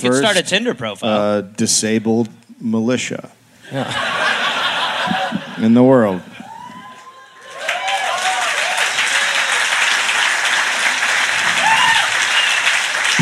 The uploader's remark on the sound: Live in Adelaide.